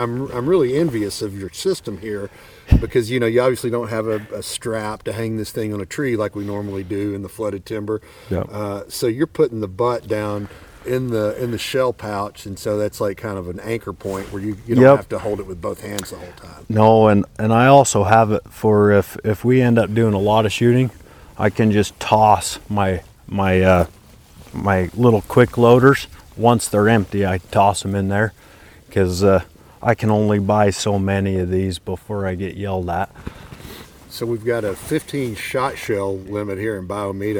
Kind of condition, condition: setting, outdoors